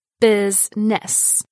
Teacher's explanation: Business is pronounced with two syllables, business, instead of three. The I vowel sound is dropped. You do not want to pronounce it as busyness.